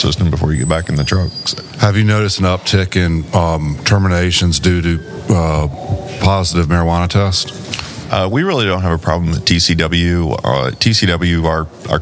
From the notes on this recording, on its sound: in an interview recorded at the 2023 South Carolina Trucking Association's Annual Meeting